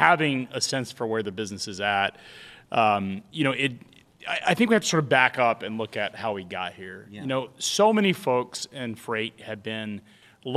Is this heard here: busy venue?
yes